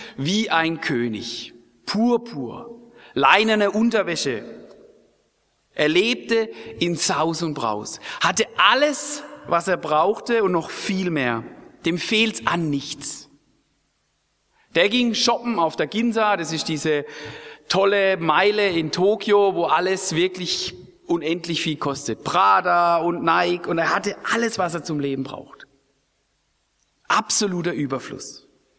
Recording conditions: large echoing room